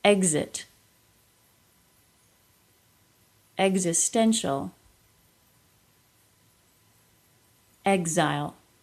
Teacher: These words are pronounced as G plus Z, even though the stress in the word would not dictate it. · IPA: /gz/